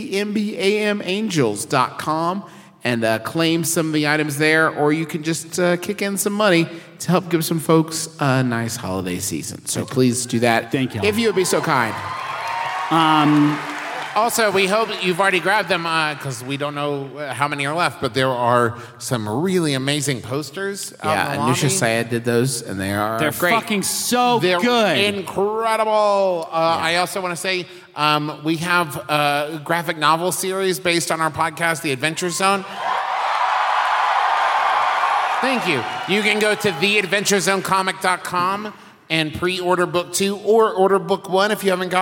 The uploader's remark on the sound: We present to you our recent live show from Denver, CO! It was a rowdy one, y’all.